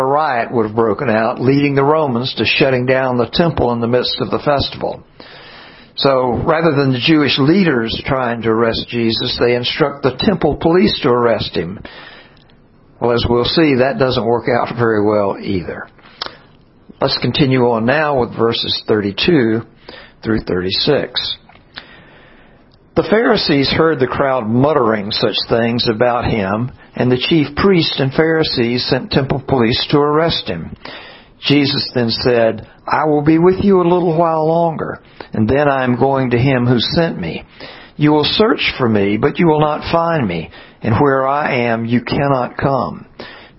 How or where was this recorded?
large echoing room